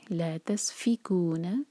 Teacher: سین پر whistling sound اور پھر سین ساکن کے بعد فا، اس پر زور دیں گے